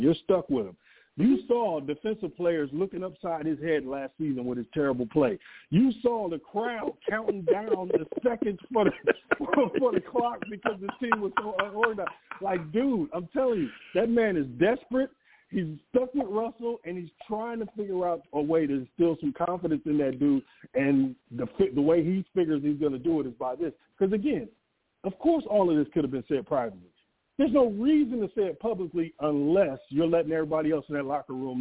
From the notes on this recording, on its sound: I take live callers!